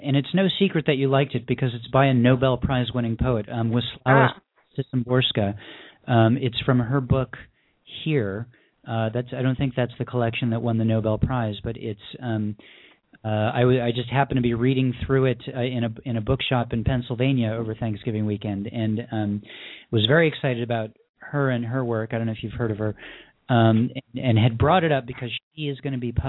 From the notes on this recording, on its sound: callers from Cincinnati, OH, Athens, Alabama, Taunton, MA and Sherman Oaks, CA